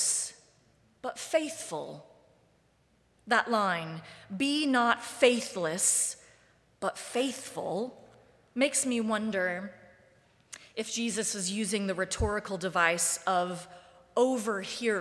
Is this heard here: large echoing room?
yes